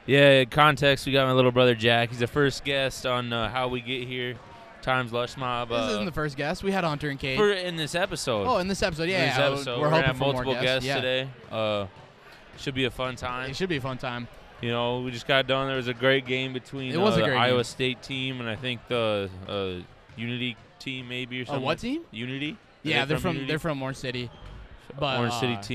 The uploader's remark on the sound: Live from the Lush Mob 3 on 3